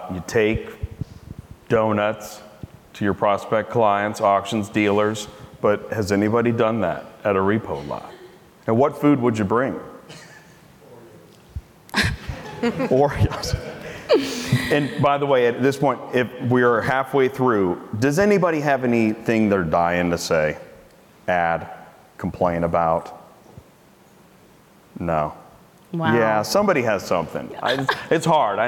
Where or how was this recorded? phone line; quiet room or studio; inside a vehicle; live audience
live audience